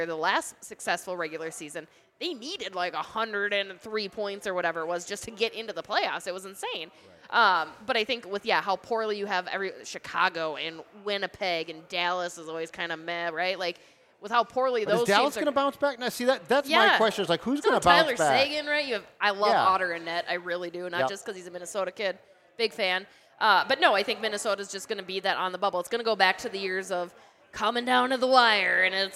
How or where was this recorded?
busy venue